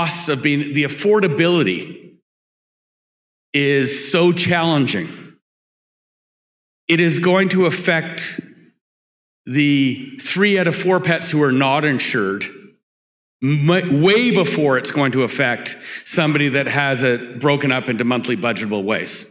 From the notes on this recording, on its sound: This is a live recording of the fireside chat. At RV Capital's 2022 Annual Gathering in Engelberg, Switzerland.